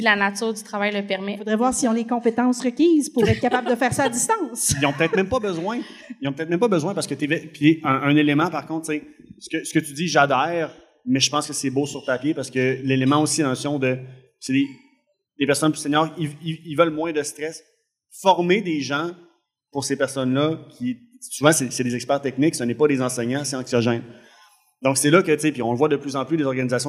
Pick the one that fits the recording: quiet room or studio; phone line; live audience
live audience